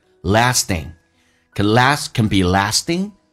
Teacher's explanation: Lasting，美式发音发作 last，同时 t 要浊化，叫做 d。Lasting， can be lasting and d 去掉略音。